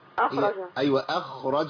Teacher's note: الخاء ساكنة ما قولش إيه أخا